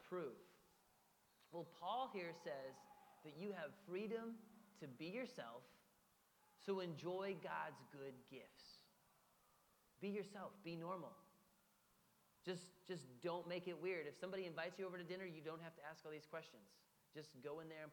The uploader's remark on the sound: Audio was lost on the last five minutes of the recording.